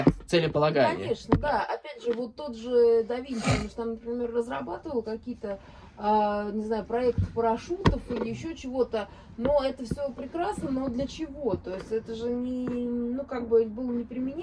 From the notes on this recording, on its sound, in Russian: Просим прощения за звуки улицы, которые врываются в наш подкаст.